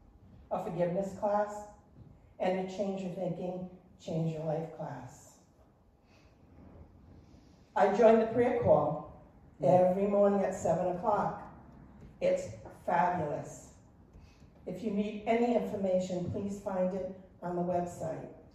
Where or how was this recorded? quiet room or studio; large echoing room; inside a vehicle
large echoing room